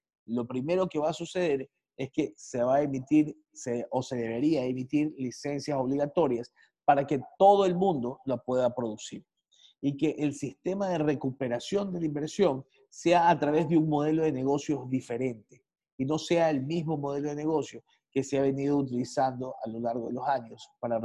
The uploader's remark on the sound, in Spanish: se realizó a través de la plataforma ZOOM